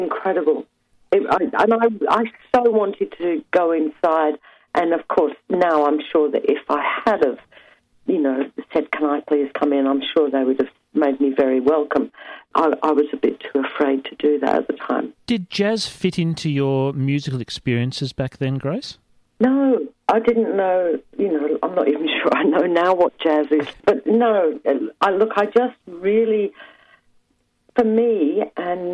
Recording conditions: phone line